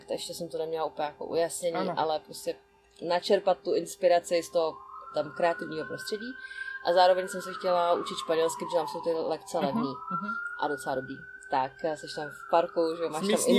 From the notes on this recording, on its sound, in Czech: Prosím omluvte zhoršenou kvalitu zvuku, která vznikla závadou na záznamovém zařízení.